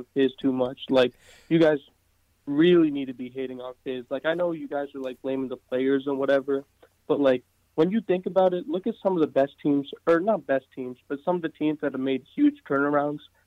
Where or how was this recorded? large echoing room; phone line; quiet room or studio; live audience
phone line